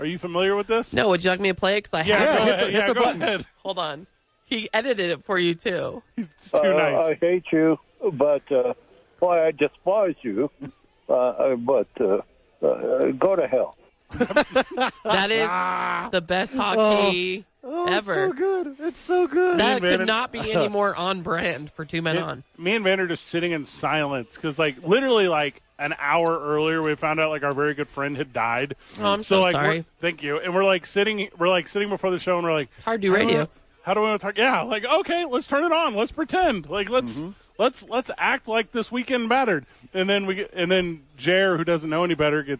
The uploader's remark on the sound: live from ABQ AXE!